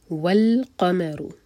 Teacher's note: قاف ہیوی، میم لائٹ، را ہیوی